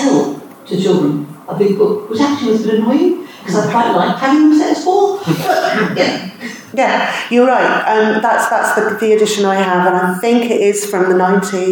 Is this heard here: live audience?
yes